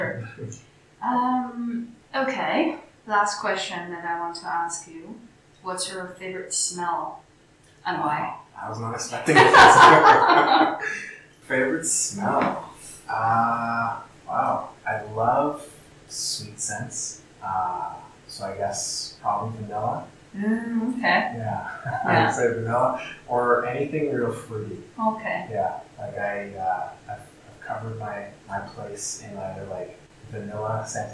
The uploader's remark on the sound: Background noise